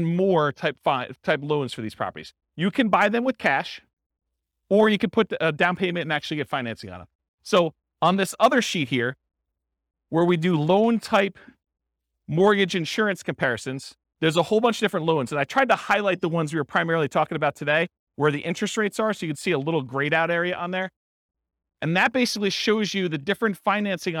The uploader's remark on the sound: This was a live class recorded